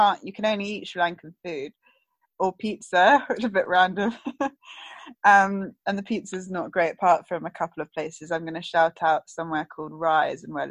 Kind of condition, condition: link, video call